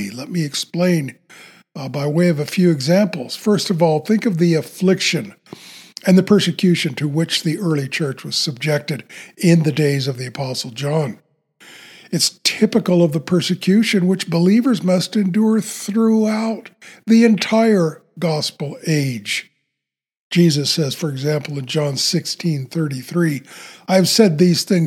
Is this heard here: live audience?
no